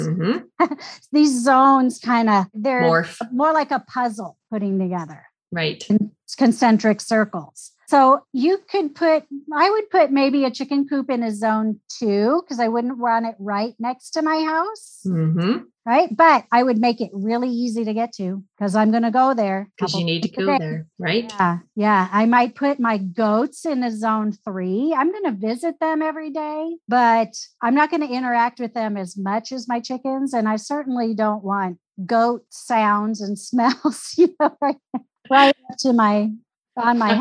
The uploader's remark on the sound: Has a relaxed conversation in a Zoom room with a special guest. They answer questions from the live listening audience.